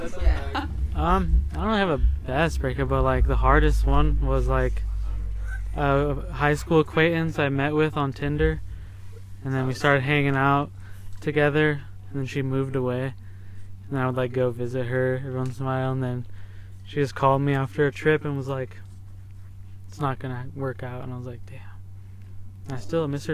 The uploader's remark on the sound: Recorded from the air stream van tucked away behind the Globe Hall